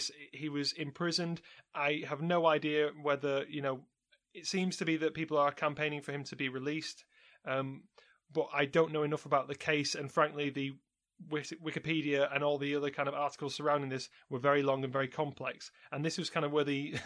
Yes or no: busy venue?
no